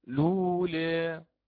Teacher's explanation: يحذف همز الوصل بالكلية فيقرأ هكذا لولا دون همز · Term: قصر البدل